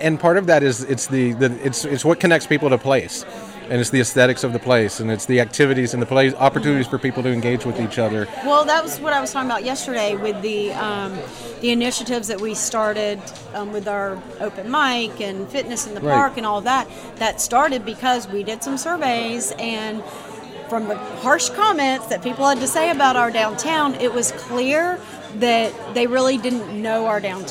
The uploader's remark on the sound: Recorded at the 2022 Preservation on Main Street Conference in Deland, Florida.